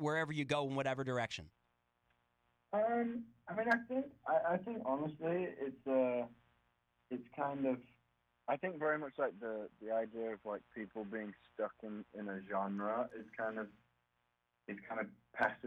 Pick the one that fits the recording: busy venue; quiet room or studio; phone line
phone line